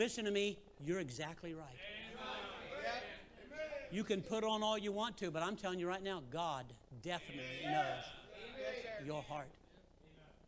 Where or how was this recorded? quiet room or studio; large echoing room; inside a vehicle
large echoing room